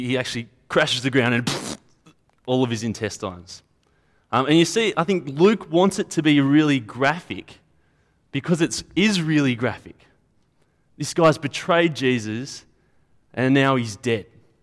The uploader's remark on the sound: At a Church in the Graveyard service.